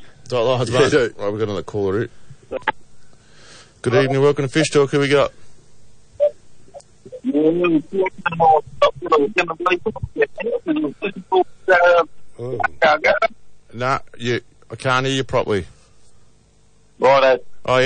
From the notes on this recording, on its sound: The Commercial Club Fishing Club call in.